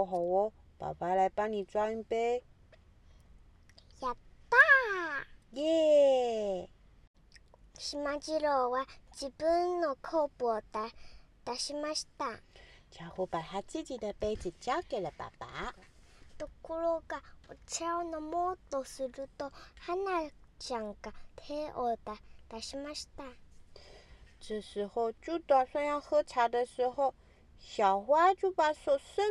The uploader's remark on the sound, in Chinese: 剛好錄音這天外面也是下雨天 大家仔細聽聽得到背景的雨聲喔！